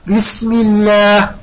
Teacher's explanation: زين، نقول أما إن سبق لفظ الجلالة بكسرة فتبقى اللام على أصلها من الترقيق. بسم الله، لاحظ لماذا رققنا اللام؟ قبلها مكسور، قبل اللام مكسور